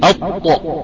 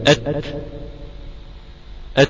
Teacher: فالطاء مفخمة والتاء مرققة قولا واحدا